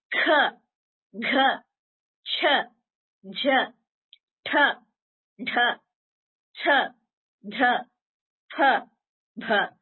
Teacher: I'm using more effort compared to the alpaprana, and I'm also using more of my breath · Term: mahapranas